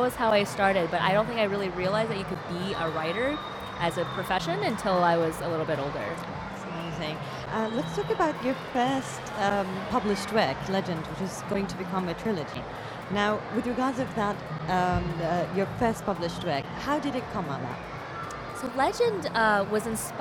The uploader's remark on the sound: Live interview from SIBF 2022